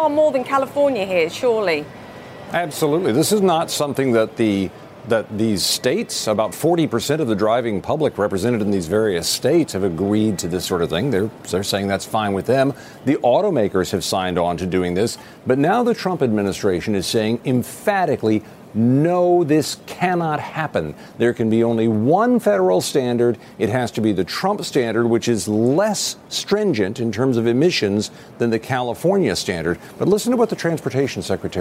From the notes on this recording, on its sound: Live from the New York Stock Exchange.